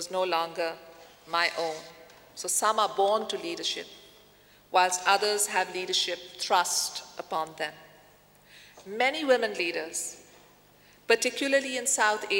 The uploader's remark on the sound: In this video podcast, recorded at the 2000 International Achievement Summit in London, England. The Academy's student delegates.